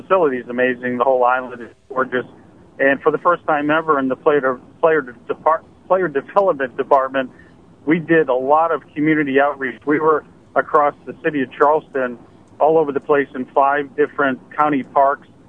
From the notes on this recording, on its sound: are in the studio and are joined on the phone